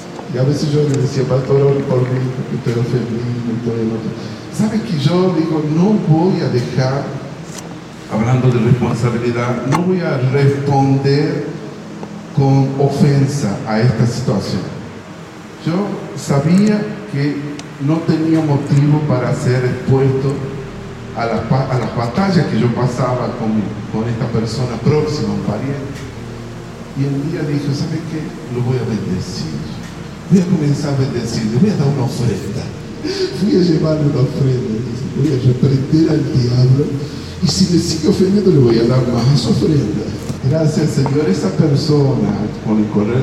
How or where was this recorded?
large echoing room